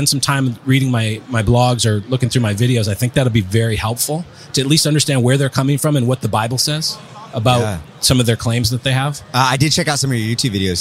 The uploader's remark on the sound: in an interview at the NRB conference